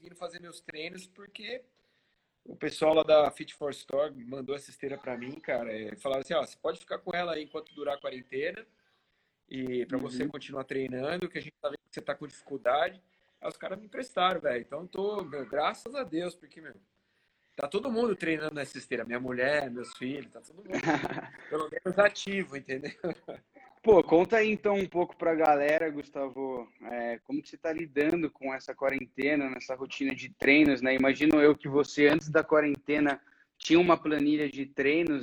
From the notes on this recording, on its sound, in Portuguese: durante uma Live em nosso Instagram